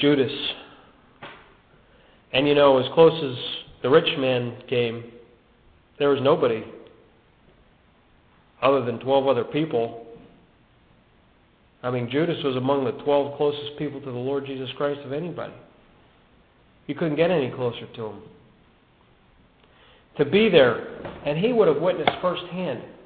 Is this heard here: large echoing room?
yes